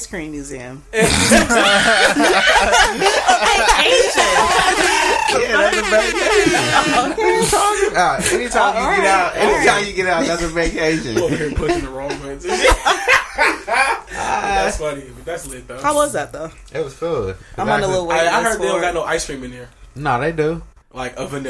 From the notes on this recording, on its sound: Sorry for the clipping throughout the episode.